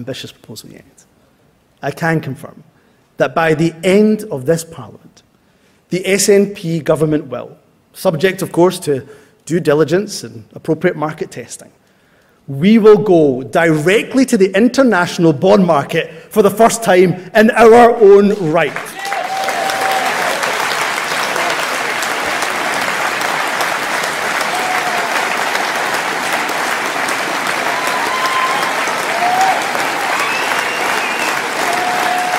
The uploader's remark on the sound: speech from SNP Conference Oct 2023